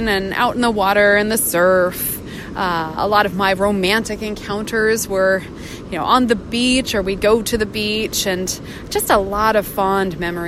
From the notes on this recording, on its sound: recorded at the beach with the crashing waves in the background